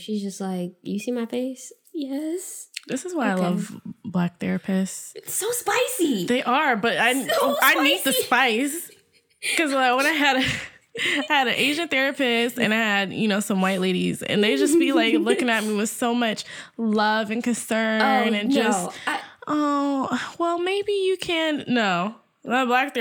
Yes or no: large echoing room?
no